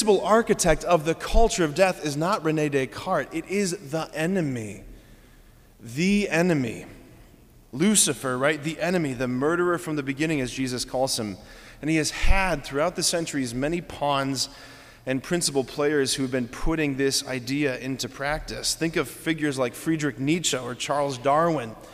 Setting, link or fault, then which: setting, large echoing room